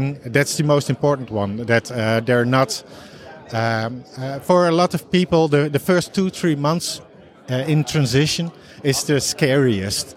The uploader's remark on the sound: Recorded at Intercharge Network Conference 2022 (Hubject event)